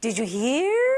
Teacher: the intonation is very important. It should go up